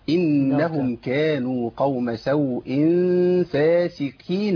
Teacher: الزمن في الغنة بس. النون عندي مشددة حركتين